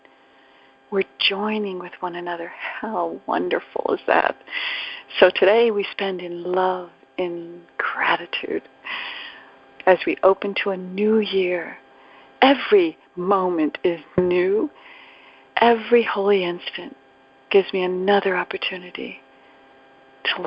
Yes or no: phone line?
yes